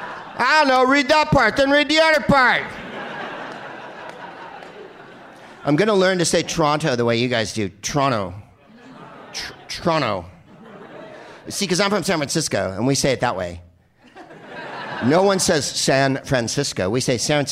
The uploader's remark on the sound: Live from Second City in Toronto as part of the Just For Laughs Festival